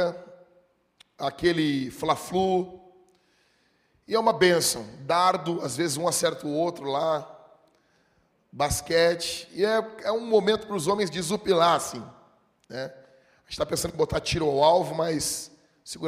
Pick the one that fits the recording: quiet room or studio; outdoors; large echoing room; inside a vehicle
large echoing room